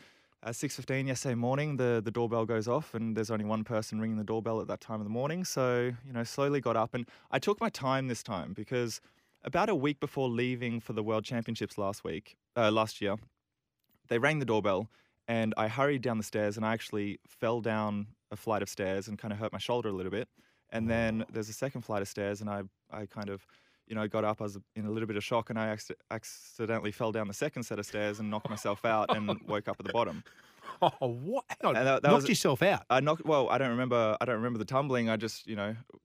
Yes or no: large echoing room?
no